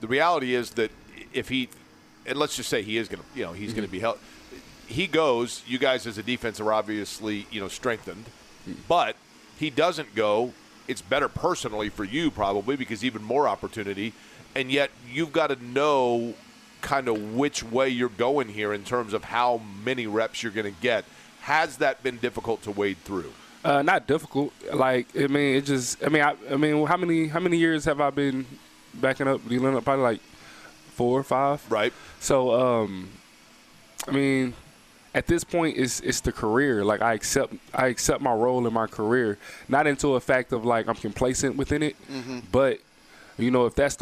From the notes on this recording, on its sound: LIVE from Colts training camp in Westfield!